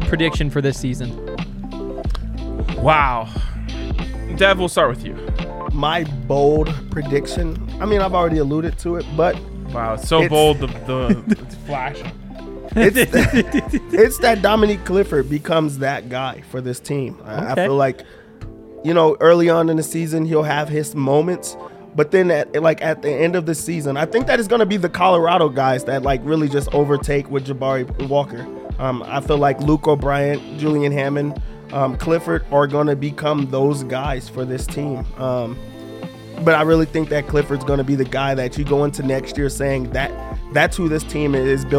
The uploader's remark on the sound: come to you LIVE from the DNVR Bar